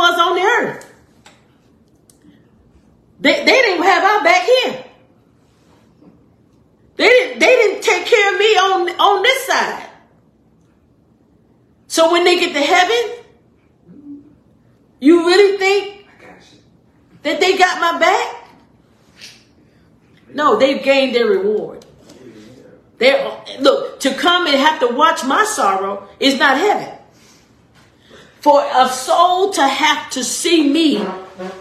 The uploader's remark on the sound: Live Recording